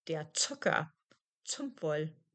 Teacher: Z does not make a T sound like S followed by a vowel. It makes a sound like at the end of hats.